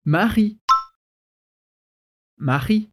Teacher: super importante esse R da garganta em Marie. O R do francês sempre vai ser assim.